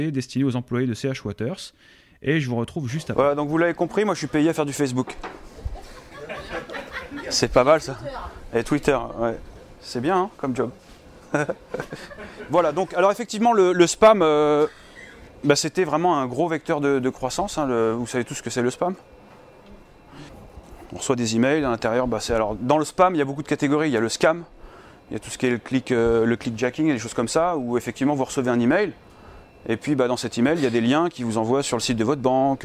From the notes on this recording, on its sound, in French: Intervention sous forme de conférence sécurité Sophos chez CH.